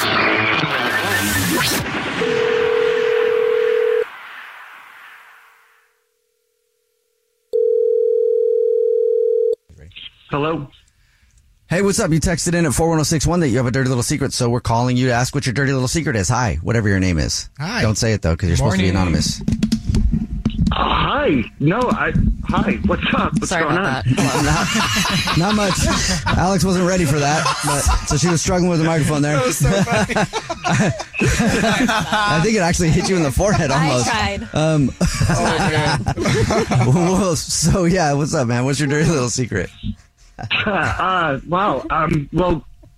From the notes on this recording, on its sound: We have a listener on the phone